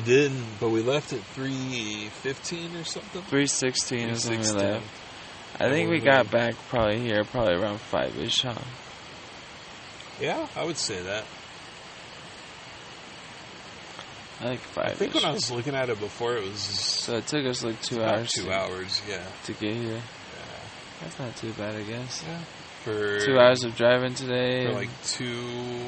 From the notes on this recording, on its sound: In the woods on their first backpacking trip discussing the day and smoking a ton of weed.